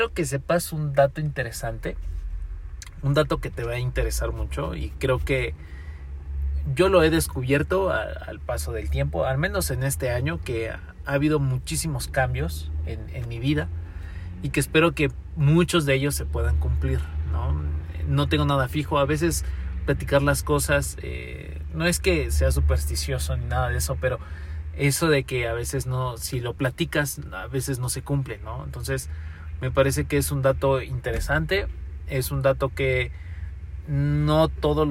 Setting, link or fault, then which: setting, inside a vehicle